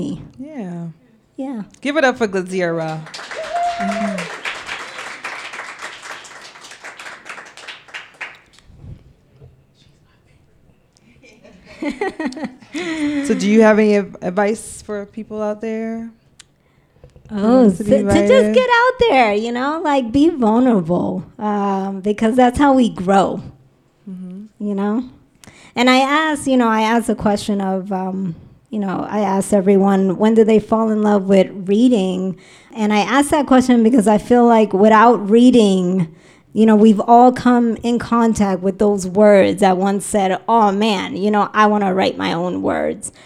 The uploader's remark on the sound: Poetry *LIVE* at The Downstairs! We host a women’s poetry reading in front of our first live studio audience! The event took place at The Downstairs Lounge, located in the heart of Ithaca.